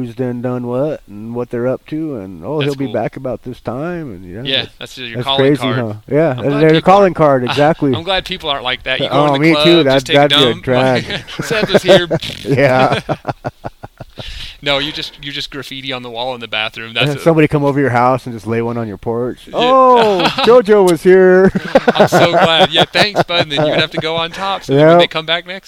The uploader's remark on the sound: sit outside in the beautiful woodlands of southern New Mexico